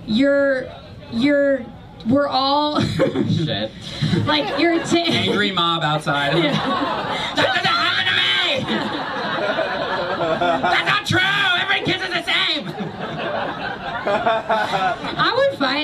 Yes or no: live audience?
yes